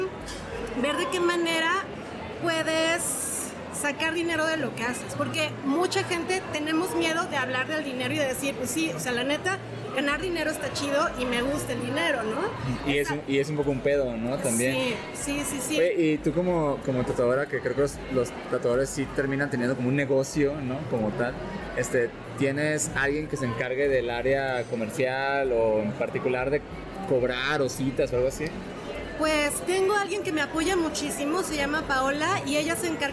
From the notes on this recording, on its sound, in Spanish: Esta es otra de la serie de Minientrevistas que armamos en Vivo desde el Festival Rayón 22.